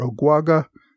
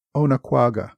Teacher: many popular pronunciations call the village Okwaga or Ogwaga, making it a three-syllable word rather than the four syllables